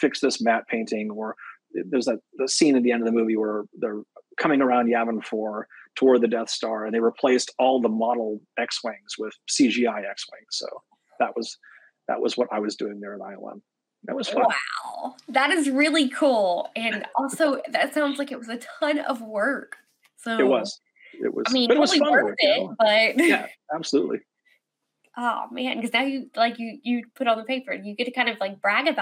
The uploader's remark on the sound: Recorded through Streamyard. YetiBlue microphone used for recording.